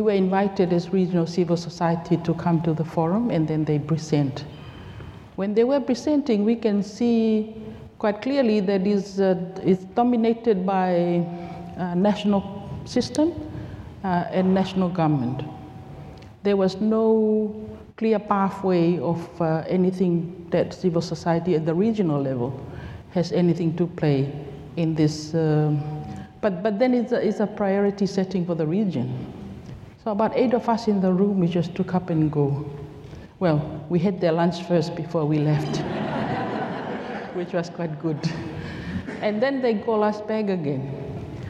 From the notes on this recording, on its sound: This episode was recorded live on Day 2 of CID Conference 2023, on 21 September at Pipitea Marae Wellington.